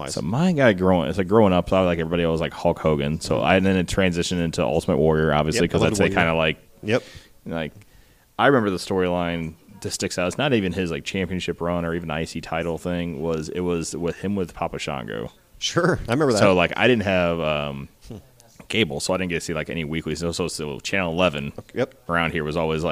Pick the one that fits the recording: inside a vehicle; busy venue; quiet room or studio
busy venue